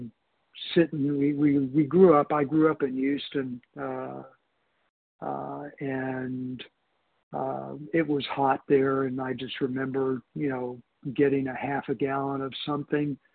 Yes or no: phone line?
yes